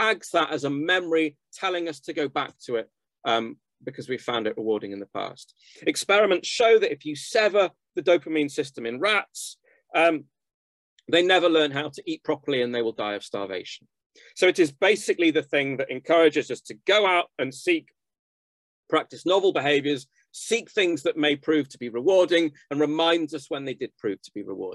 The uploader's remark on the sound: The seminar took place over Zoom